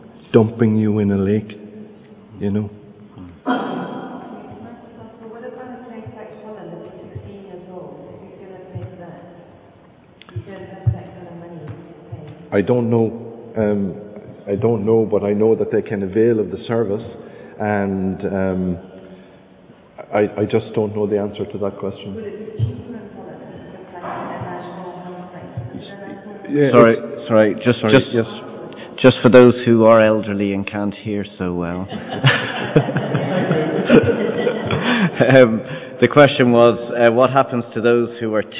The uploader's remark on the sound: Responds to audience questions.